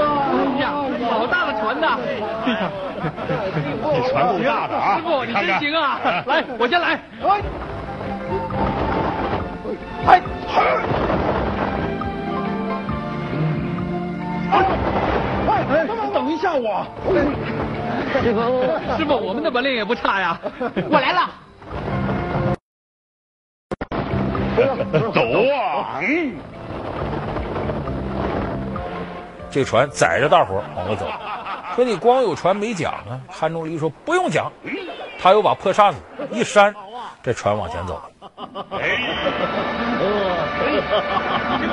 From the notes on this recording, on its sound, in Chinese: 還有聽故事的觀眾